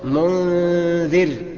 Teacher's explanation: مرققة الغنة، ايه مرققة؟ لان بعد منها حرف استفال وهو الزال، حرف مرقق